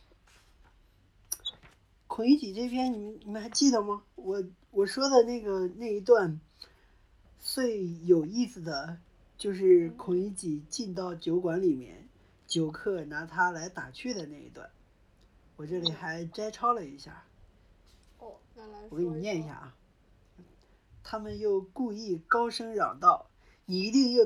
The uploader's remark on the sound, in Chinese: 音质稀碎警告：本期杂音较多，建议一个人的时候公放，使用耳机可能会伤害听力。